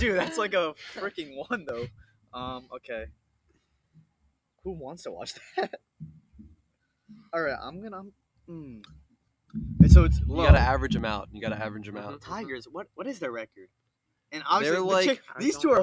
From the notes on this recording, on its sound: Still some production issues with the microphone.